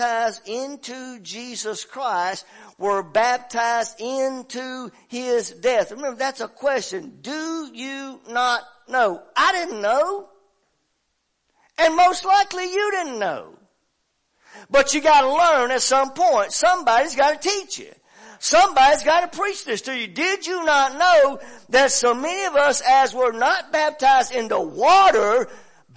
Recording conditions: large echoing room